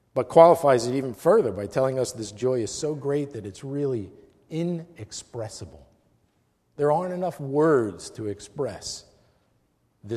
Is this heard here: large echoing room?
yes